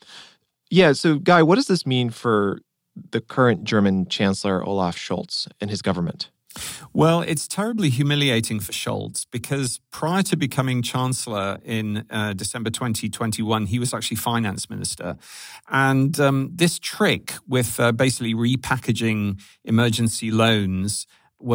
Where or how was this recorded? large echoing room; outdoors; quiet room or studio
quiet room or studio